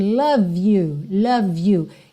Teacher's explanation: Eu também ligo, porque o E de love não é pronunciado. Então, eu já ligo o V no you. Embora Y não seja uma vogal, seja uma consoante, ela tem um som de vogal, you, ok?